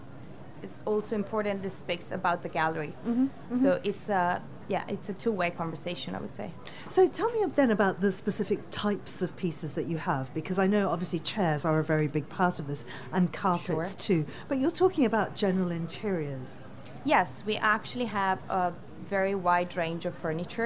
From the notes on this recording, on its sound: broadcast live from Salone del Mobile in Milan